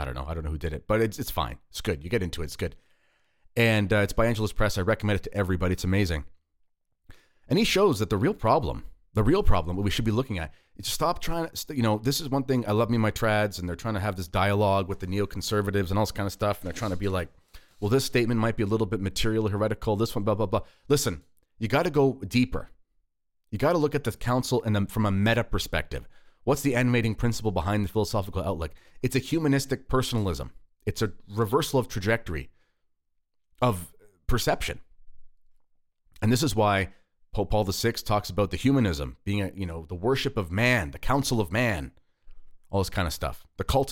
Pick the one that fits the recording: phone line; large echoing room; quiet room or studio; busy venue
quiet room or studio